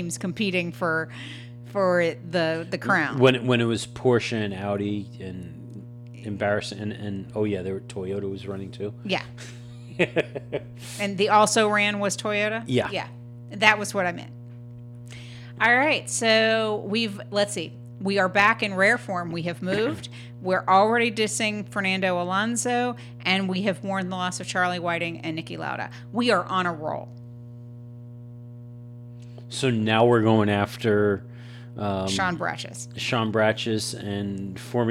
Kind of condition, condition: fault, hum or buzz